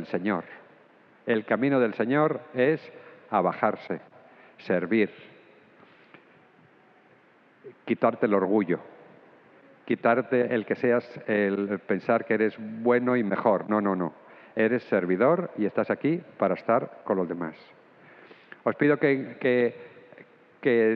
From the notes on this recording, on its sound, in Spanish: Grabada en la celebración eucarística dominical en nuestro Santuario el sábado 24 a las 6:00 P.